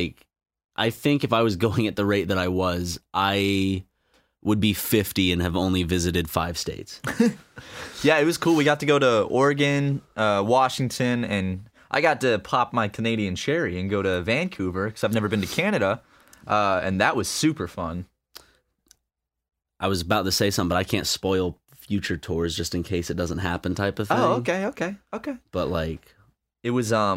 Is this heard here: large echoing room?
no